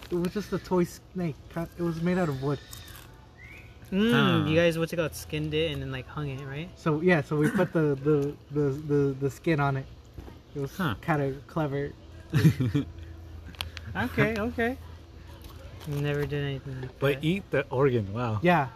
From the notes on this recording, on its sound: We sit outside and record an episode